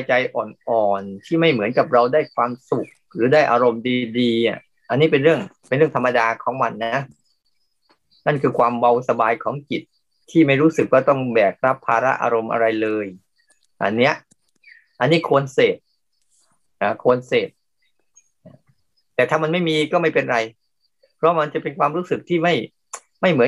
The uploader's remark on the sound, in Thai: เป็น 1 ใน 3 คอร์สออนไลน์ (ผ่านโปรแกรม Zoom)